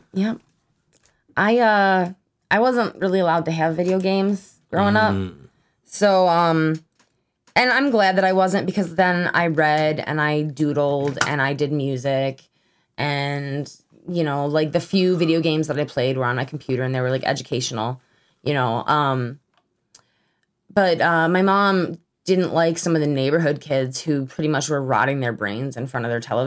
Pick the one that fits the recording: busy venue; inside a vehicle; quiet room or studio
quiet room or studio